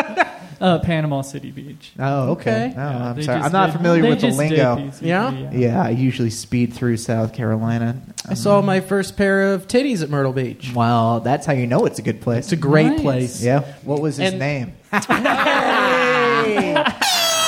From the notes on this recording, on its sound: This live talk show is recorded in front of a human audience. At Chameleon in Northside, Cincinnati.